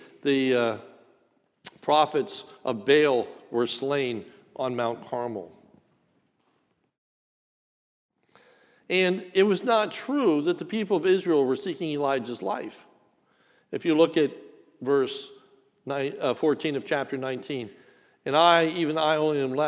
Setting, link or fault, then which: setting, large echoing room